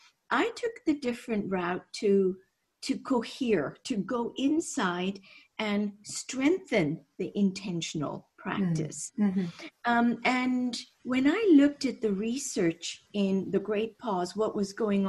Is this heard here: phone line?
no